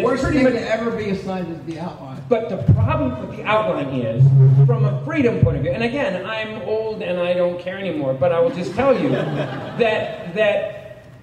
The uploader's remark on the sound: With a report from WonderCon 2023. Audio from the WonderCon panel.